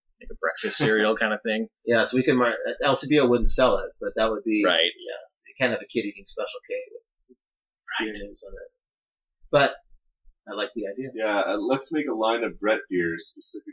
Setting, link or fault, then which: fault, poor sound quality